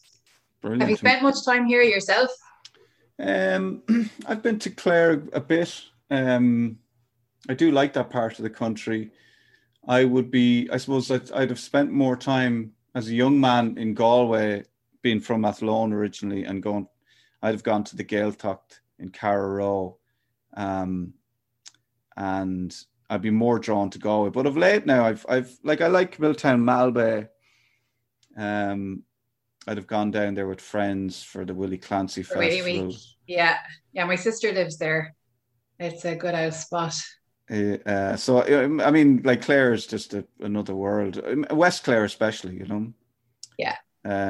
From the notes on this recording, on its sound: I've never met her in person but we had such a great chat on Zoom.